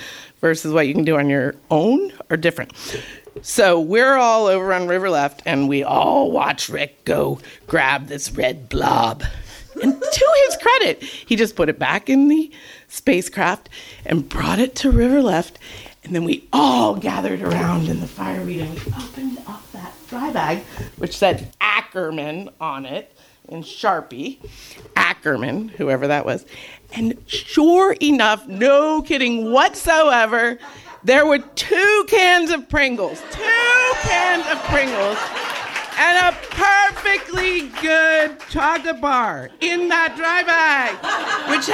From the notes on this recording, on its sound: Handpicked stories from the 2022 Storytelling Festival in Kennicott-McCarthy. The Wrangell Mountains Center hosted 3 days of grassroots storytelling that summer, featuring local and visiting storytellers.